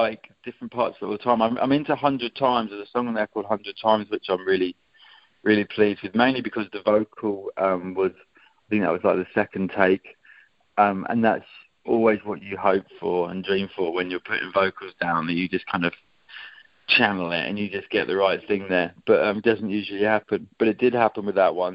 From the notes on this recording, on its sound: Phone interview